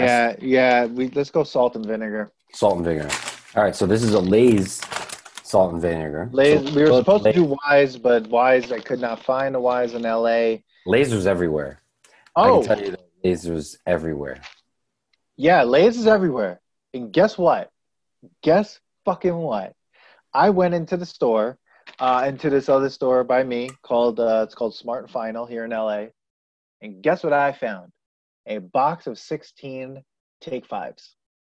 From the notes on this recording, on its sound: We recorded this on August 17th, 2020 on Zoom so there are some small sound discrepancies and tech issues